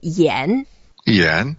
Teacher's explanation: It's a third tone. So what we do is we make a big effort to go down first and emphasize it and up.